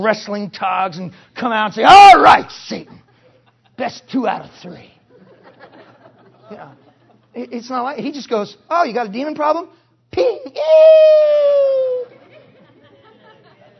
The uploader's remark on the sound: Preached in 2008 NW Bible Conference